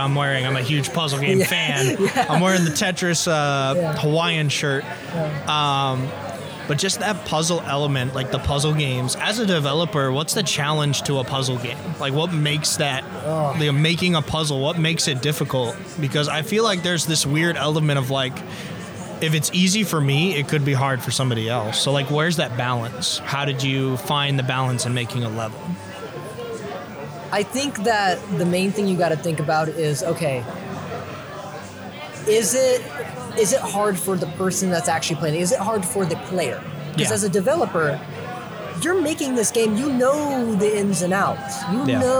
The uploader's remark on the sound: Live at Capital Creative Showcase 2023